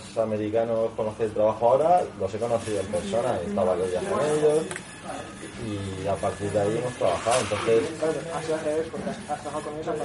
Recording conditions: busy venue